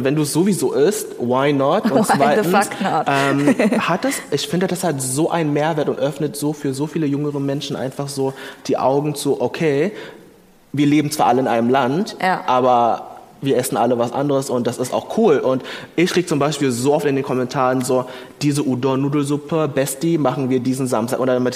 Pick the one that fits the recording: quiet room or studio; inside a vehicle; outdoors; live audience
live audience